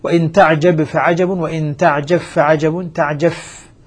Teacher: إذا أدغمنا الباء سوف تسقط بذاتها وصفاتها، فلا قلقلة فيها ولا صفة من الصفات المعتبرة اللازمة الذاتية التي تكون فيها، لأن الإدغام سيكون كاملا. · Term: الباء المجزومة تدغم في الفاء